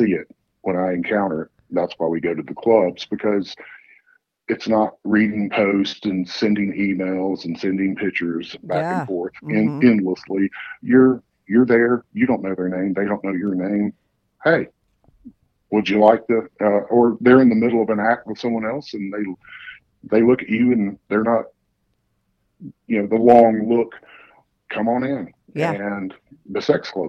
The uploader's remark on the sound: he called in to talk all about it